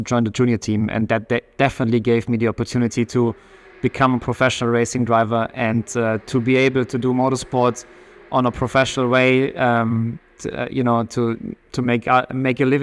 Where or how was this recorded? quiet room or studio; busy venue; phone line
busy venue